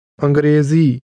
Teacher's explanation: The name of the English language is pronounced with a conversational, mid-level tone.